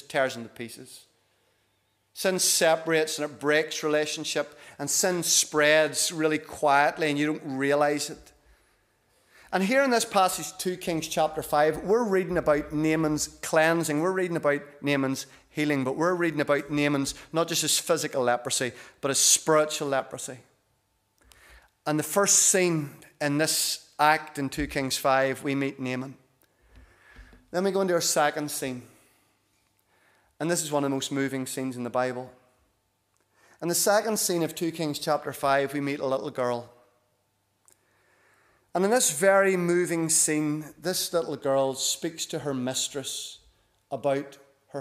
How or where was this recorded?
large echoing room